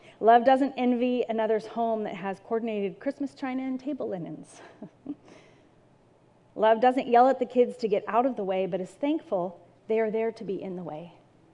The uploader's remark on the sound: This message was recorded at a Sunday service